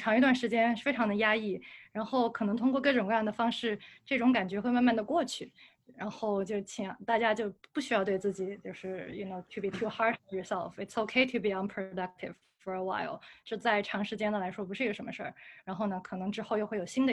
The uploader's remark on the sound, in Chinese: 这期给大家带来了今天夏天我们组织的一场在线活动的录音